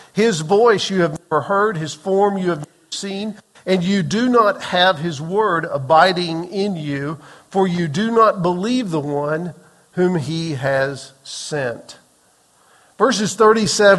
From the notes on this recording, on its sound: Recorded on April 30, 2023 in the 8:15 am Worship Service